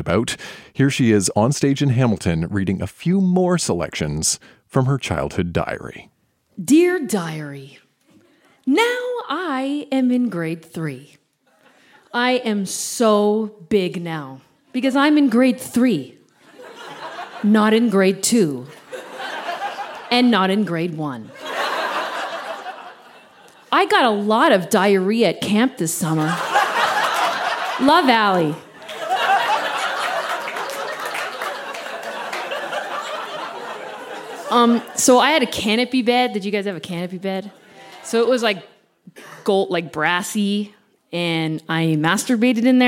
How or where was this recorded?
live audience